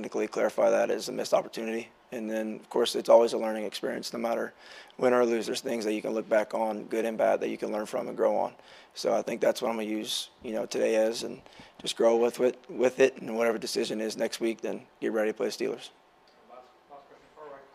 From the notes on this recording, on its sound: Addresses the media during his postgame press conference. At Gillette Stadium.